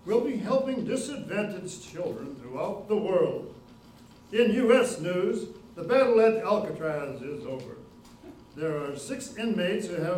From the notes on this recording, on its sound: Broadcast Live 1940’s-style Radio Show from Julian Town Hall. Produced by: East County Performing Arts.